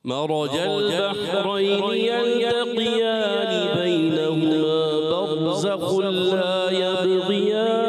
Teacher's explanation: آپ جو کر رہے ہیں زبان بر بر نہیں بر راپور کرنا ہے، اور برزخ لا خل خا موٹا رکھنا ہے، پھر یب غیان غین موٹا کرنا ہے